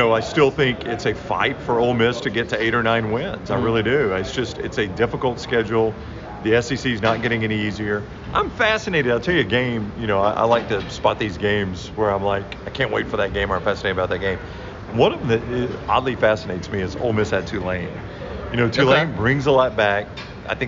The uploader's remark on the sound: LIVE! From SEC Media Days